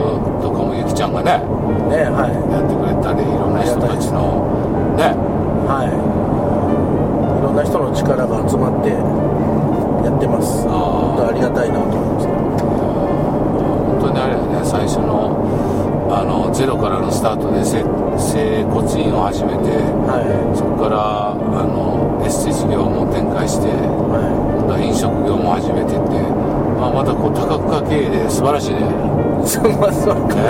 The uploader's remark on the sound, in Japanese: ドライビング対談収録をいたしました